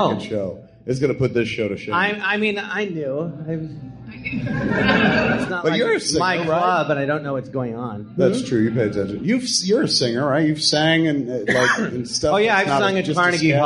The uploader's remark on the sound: Recorded live at the Jon Lovitz Podcast Theatre.